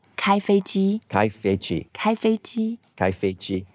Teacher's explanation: altogether all the three characters are all in first tone. Just keep it flat, even tempo.